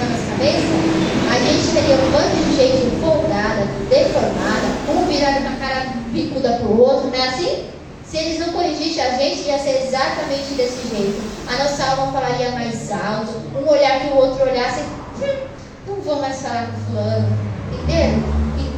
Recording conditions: large echoing room